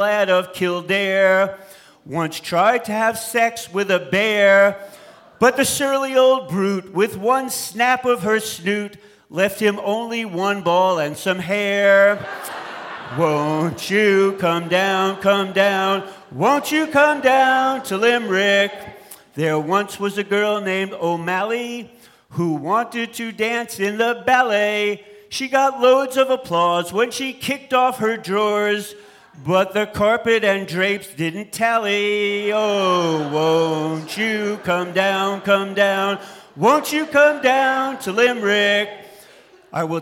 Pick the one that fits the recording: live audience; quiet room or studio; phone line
live audience